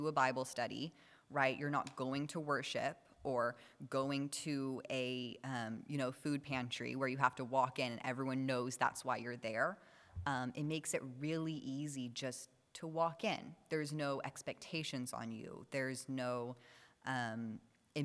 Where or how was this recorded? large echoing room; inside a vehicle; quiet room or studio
large echoing room